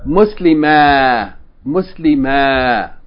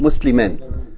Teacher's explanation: if we stop on that word, we're going to pronounce it as though that alif is elongation of the fatha vowel · Shown in: first take